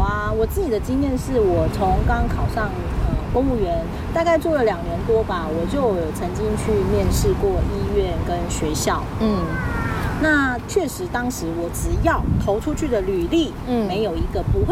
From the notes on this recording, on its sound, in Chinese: 第3及第4集是普度後在戶外錄音，背景音有很多風聲，請想像是跟著我們一起在公園聊天的感覺吧。